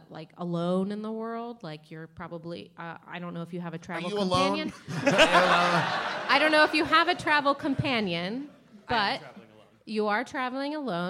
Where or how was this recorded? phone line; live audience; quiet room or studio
live audience